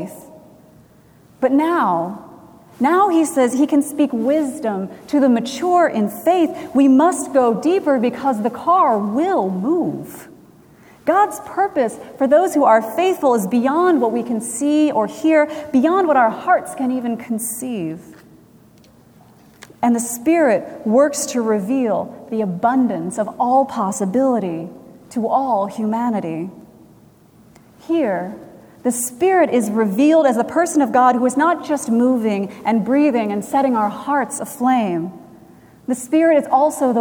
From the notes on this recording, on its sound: Recorded June 11, 2017 at Trinity Presbyterian Church in Bixby, Oklahoma